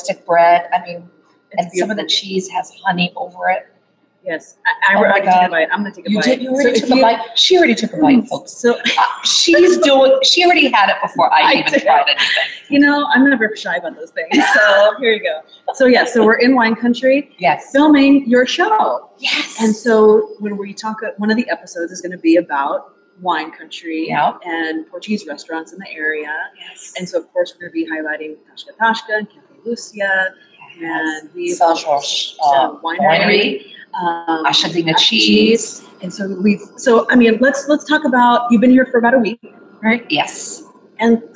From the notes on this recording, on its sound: Live from Tasca Tasca in Sonoma, CA. They’re sitting at an authentic Portuguese table with tremoços and wine.